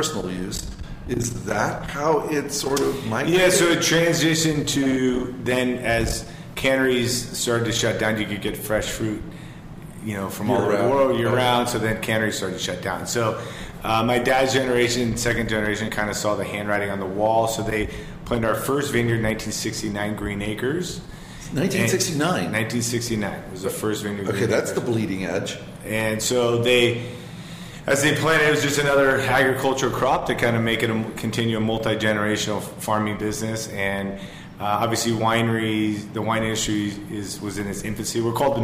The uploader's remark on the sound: In the fourth installment of the Healdsburg Wine and Food Experience series, live from the Hotel Healdsburg.